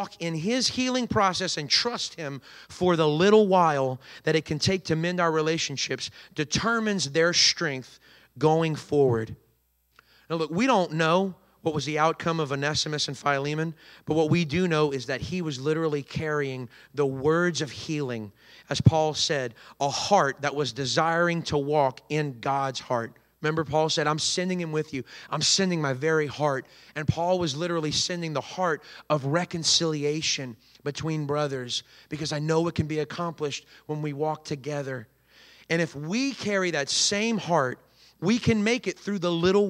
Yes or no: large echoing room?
yes